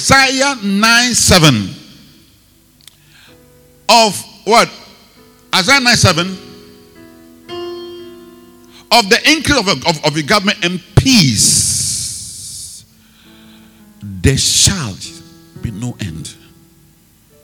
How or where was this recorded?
large echoing room